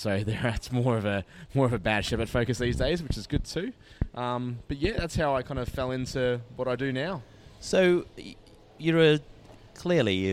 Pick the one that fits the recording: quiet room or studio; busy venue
busy venue